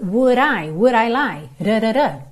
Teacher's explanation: no inglês americano se faz muito isso, esse D vira R, que é um contato muito rápido da língua com o céu da boca